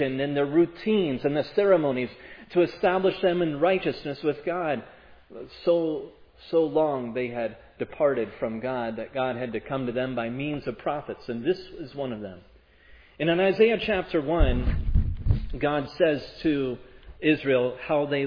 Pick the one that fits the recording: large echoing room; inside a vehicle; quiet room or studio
large echoing room